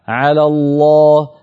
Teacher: مثلا عندك قوله تعالى ويقولون هو من عند الله وما هو من عند الله ويقولون على الله على الله، فالعين عمقها، وذلك بإرجاع لسان المزمار إلى الخلف · Term: العين الفصيح